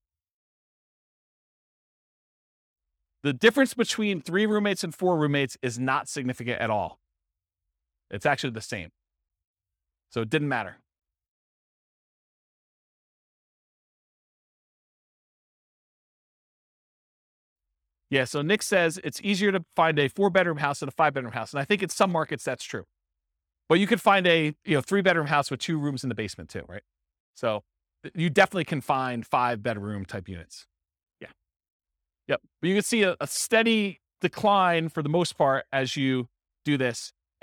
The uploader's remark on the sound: This was a live class recorded